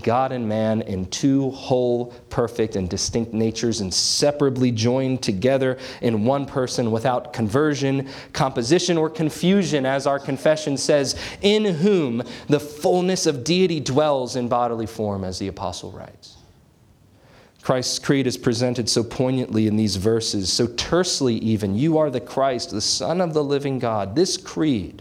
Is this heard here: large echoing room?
yes